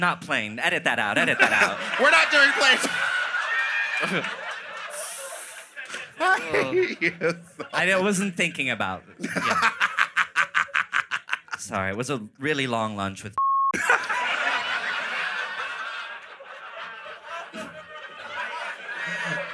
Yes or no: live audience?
yes